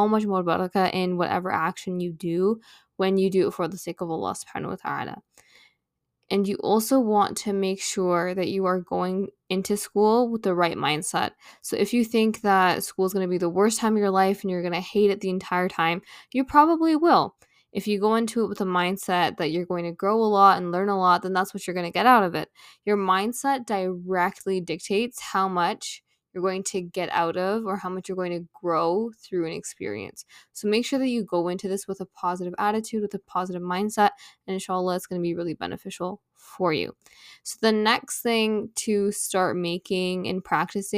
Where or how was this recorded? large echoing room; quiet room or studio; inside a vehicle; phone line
quiet room or studio